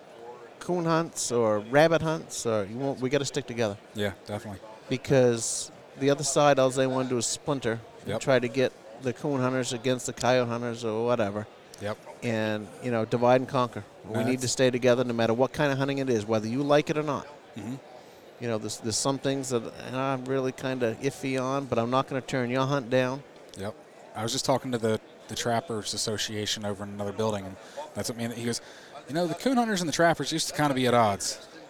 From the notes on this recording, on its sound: Recorded this episode at the Great American Outdoor Show.